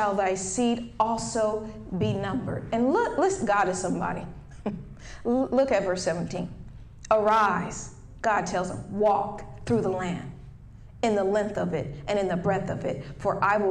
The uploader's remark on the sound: Wait For It-A Live Service. In this LIVE episode, which is a Sunday service.